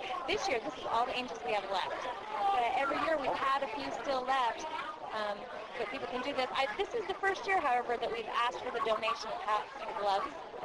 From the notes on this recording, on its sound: From Where I Sit in South Ogden, Utah. This episode we go live to the South Ogden Old Fashion Holiday event. With singing, food and fun.